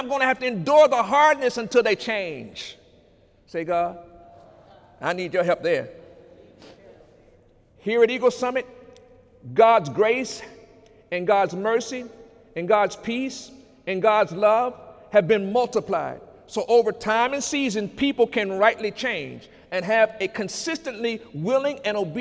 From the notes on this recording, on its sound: During Sunday morning service on November 11, 2018